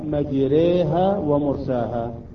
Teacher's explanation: حفص فقط عنده في هذا المكان الألف يميلها إلى الياء، مجراها يقراها مجريها ومرساها في قراءة حفص. · Term: إمالة كبرى